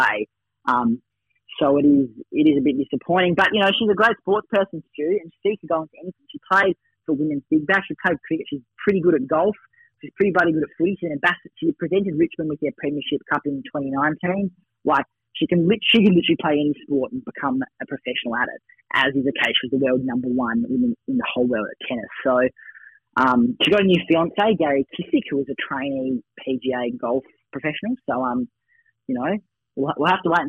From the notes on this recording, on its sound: From the telephone to avoid that nasty bug thats floating around.